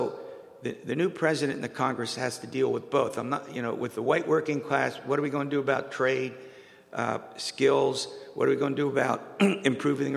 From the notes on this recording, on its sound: Pastries and Politics post-election event. The program is being produced in the atrium of the WITF Public Media Center in front of a live audience.